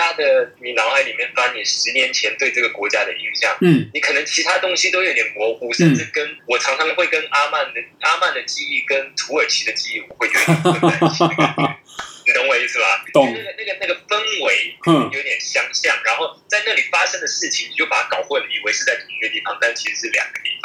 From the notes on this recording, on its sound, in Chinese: 本集白噪音指數：0/5。音質不一定清澈。